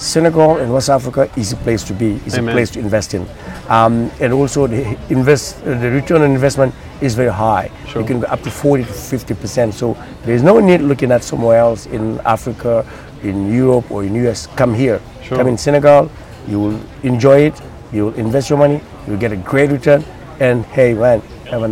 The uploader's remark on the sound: recorded at the AfricArena West African Summit in June 2021, held at The Raddison Sea Plaza hotel in Dakar.